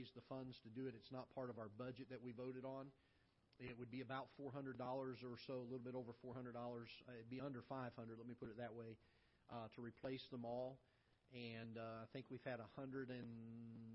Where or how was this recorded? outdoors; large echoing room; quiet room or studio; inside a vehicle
large echoing room